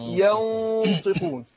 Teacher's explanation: النون ساكنة بعدها الطاء بخفيها عند الطاء مع الإيه؟ تفخيم، مع تفخيم الغنة، ينطقون.